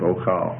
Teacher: And instead of writing two aleph, they just merge it together and put one vowel point on it and shorten it up a little bit · Term: assimilated